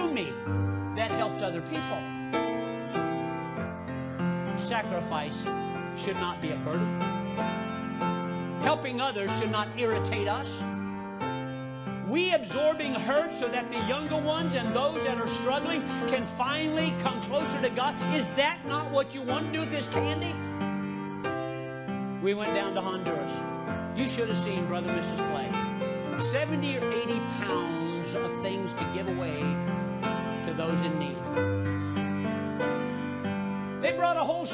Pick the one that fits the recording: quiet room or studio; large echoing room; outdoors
large echoing room